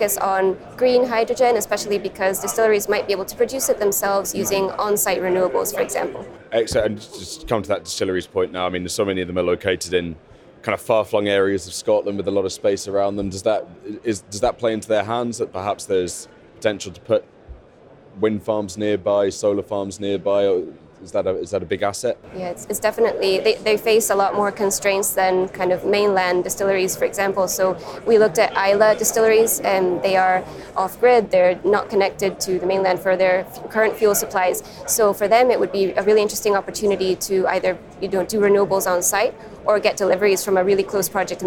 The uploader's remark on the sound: The Energy Voice team are at the All-Energy conference this week, the UK’s largest renewable and low-carbon energy exhibition and conference. Dropped by the Energy Voice stand to take part in a live podcast on day two of the All-Energy conference in Glasgow.